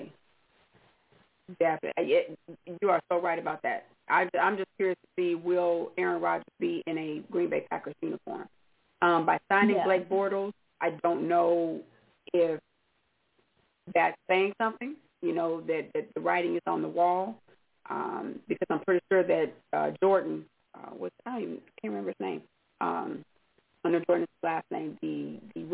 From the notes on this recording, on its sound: your phone calls